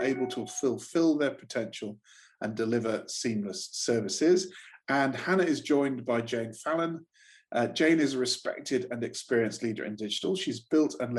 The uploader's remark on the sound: This podcast is a audio recording of a webinar from the Digital Leaders Innovation Week. This podcast is a audio recording of a webinar from the Digital Leaders Innovation Week.